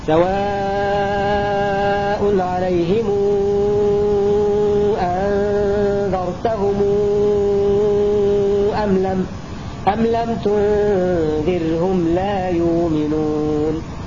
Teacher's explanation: ورش يصل بمقدار ست حركات لأن بعدها همزة، فتأخذ حكم المد المنفصل، وهو مذهبه في المنفصل والمتصل أنه يمده ست حركات، فيقرأ ورش أو يروي ورش هكذا: سواء عليهم أنذرتهم أم لم تنذرهم لا يؤمنون.